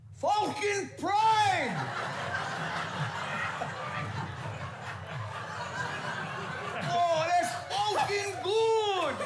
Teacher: if you say falcon in pidgin, the A becomes round